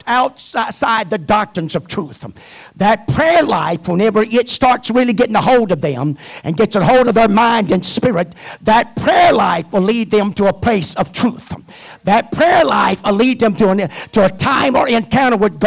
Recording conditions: large echoing room